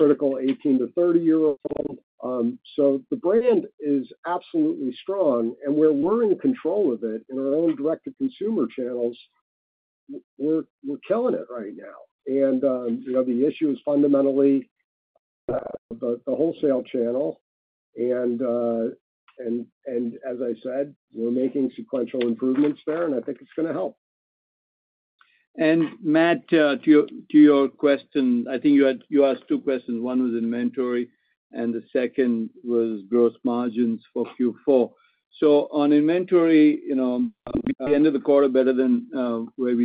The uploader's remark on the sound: Webcast Third Quarter 2023 Earnings Conference Call